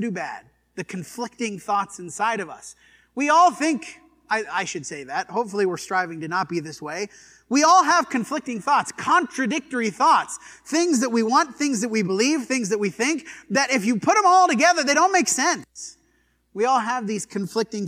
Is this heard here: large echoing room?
yes